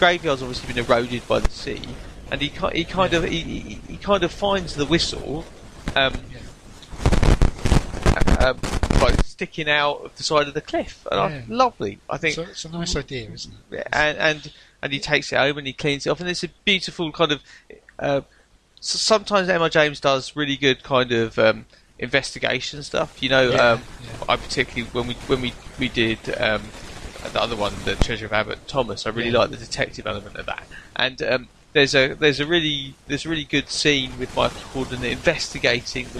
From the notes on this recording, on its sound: There were technical issues so the sound is not great, so aologies if it all freaks out a little bit.